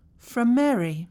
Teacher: the word from ends in an M sound, and the word Mary starts with an M sound. So we reduce the M sounds and say, from Mary.